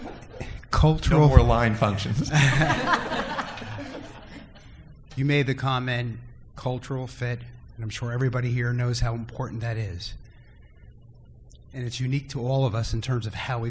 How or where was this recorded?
busy venue